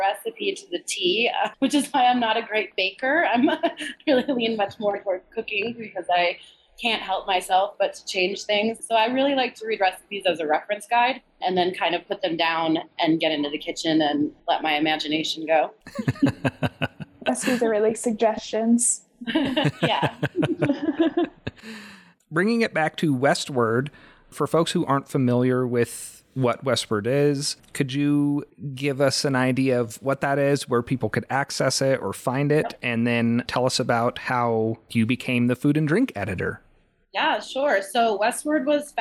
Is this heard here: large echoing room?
no